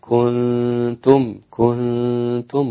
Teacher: رقيقة جدا الغنة لأن التاء رقيق · Term: ترقيق الغنة